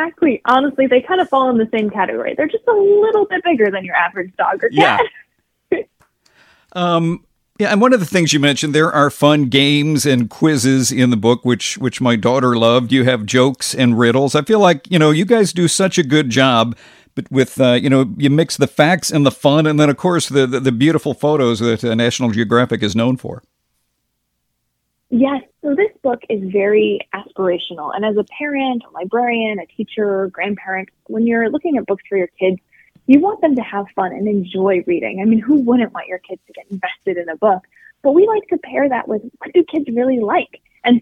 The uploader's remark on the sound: Called in to share information.